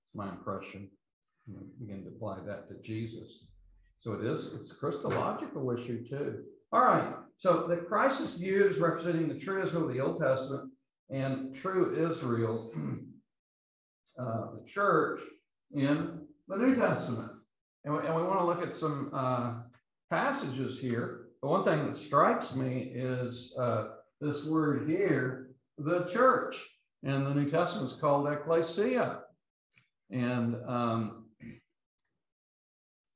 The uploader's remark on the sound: Autumn Special Lecture Series. London Seminary. These podcasts are the recordings of the lectures.